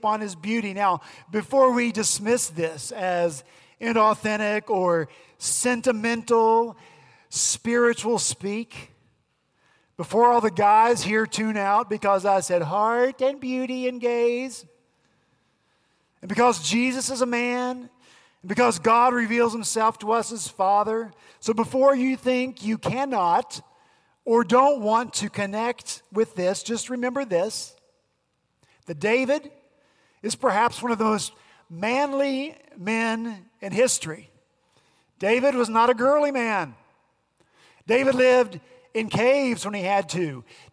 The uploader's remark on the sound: At Redeemer Presbyterian Church in Charleston, SC, our senior pastor on Sunday, August 12